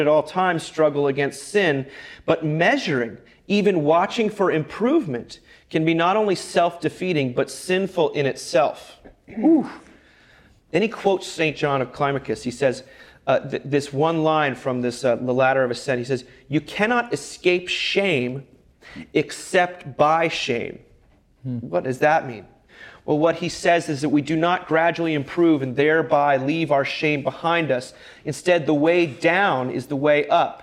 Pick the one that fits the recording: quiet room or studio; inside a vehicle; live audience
live audience